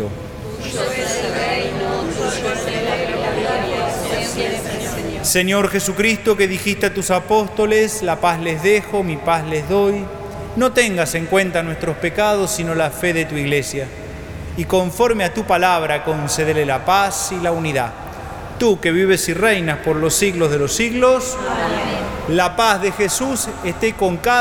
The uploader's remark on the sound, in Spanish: Santa Misa celebrada en la capilla de Nuestra Señora de los Dolores en la catedral metropolitana de Buenos Aires, Argentina.